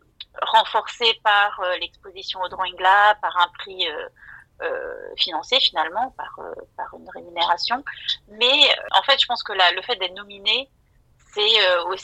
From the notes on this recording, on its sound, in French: À Paris, le 14 mars 2023, entretien réalisé par téléphone.